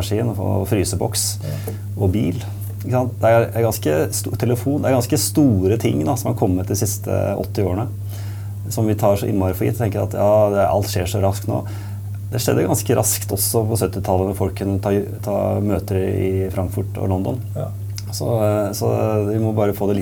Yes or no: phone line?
no